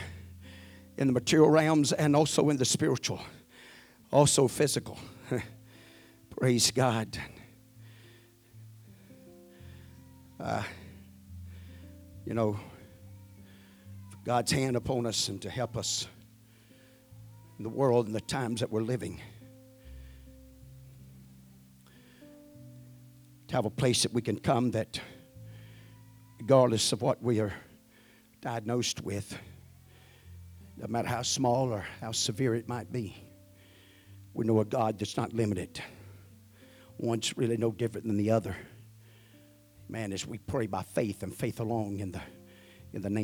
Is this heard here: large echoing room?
yes